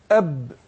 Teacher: الباء بتخرج من الشفتين بانطباق